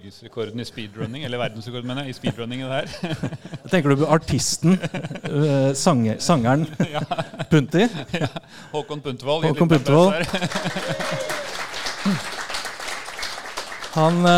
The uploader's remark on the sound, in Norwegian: Dette er det et lydopptak fra liveshowet.